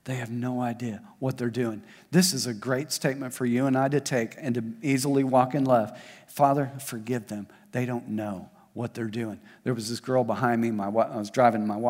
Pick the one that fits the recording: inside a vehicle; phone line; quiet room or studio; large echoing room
large echoing room